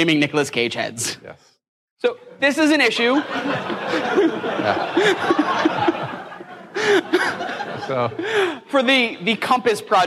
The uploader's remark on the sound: Live at SXSW